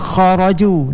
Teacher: kharaju di sini terdapat huruf kha yang di adnal halaq